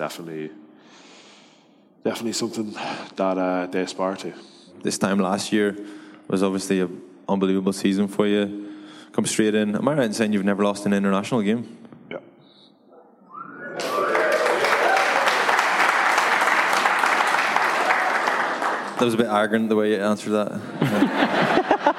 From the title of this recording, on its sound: LIVE in Dublin